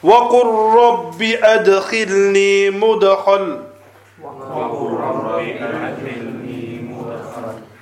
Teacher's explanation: But here there's nothing to do with idgham, there's no Nun Sakin Tanween. It's just assimilation of the Lam and the Ra together. The Lam will change into Ra and be read as one.